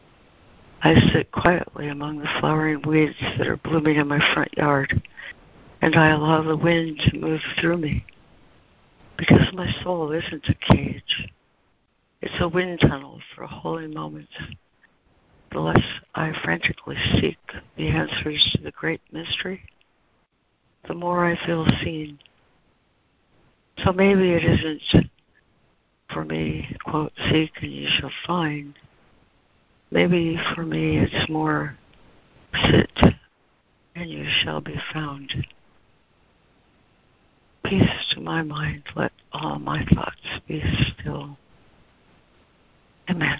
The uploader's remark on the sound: ACIM Daily Conference Call.